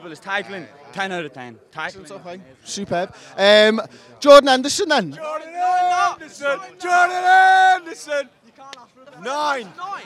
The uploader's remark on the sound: We're here outside Anfield